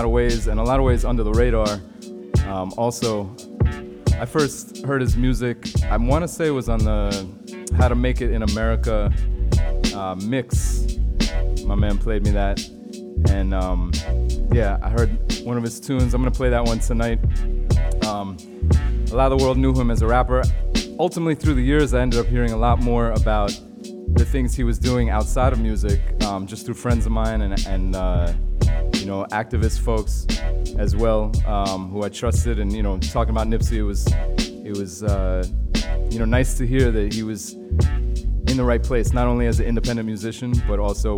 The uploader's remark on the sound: Originally broadcast live on April 4, 2019 from the storefront of Kinfolk 90 in Williamsburg, Brooklyn, New York City. Broadcast live on WAXX.fm.